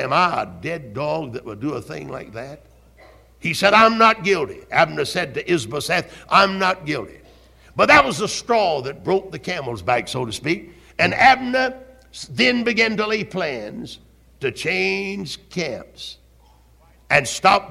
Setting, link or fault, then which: setting, live audience